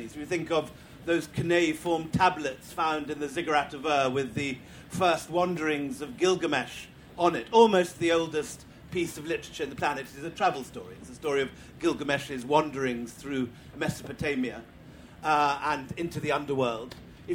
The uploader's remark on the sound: This episode is a live session from #ZEEJLFatBL2019.